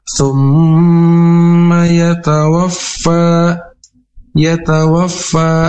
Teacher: ada mad tabi'i dibaca dengan dua harokat.